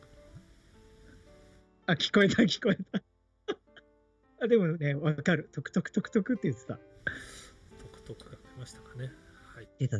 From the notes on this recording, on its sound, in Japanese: リモートラジオ録音に失敗して聞きづらくてすみません。